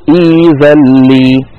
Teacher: فنبدل الهمزة الساكنة ياء